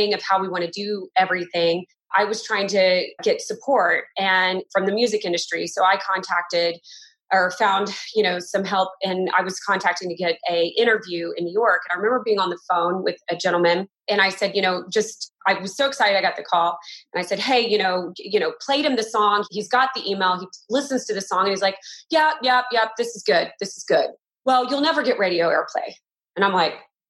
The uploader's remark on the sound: Today, we’re Zooming to you from Austin, Texas as we are all practicing a social distancing lifestyle during the coronavirus pandemic.